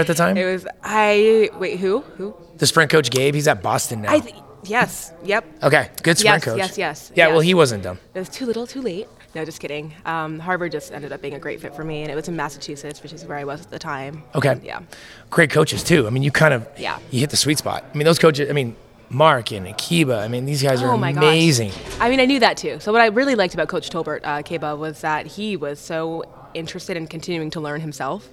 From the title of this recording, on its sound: LIVE from Las Vegas!